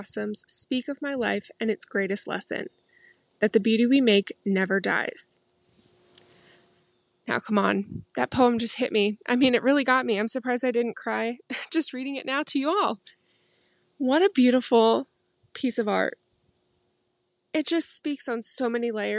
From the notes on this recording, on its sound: I hope you enjoy this garden episode, recorded from my favorite seat, in the center of it all.